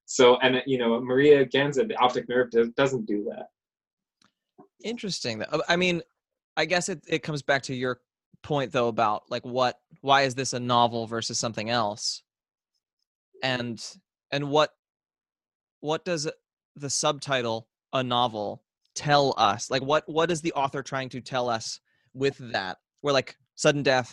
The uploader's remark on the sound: Zoom After Hours